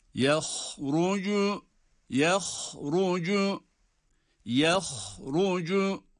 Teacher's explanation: Ha kalın, ra da kalın